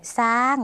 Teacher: ภาษาลาวค่ะไม่มีเสียงชอช้างนะคะถ้าไปตามหาช้างที่ประเทศลาวคงไม่พบค่ะจะพบแต่ซ้างนะคะ